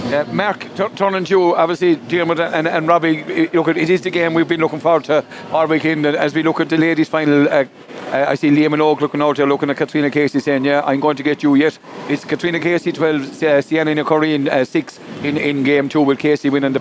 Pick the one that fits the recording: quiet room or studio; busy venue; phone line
busy venue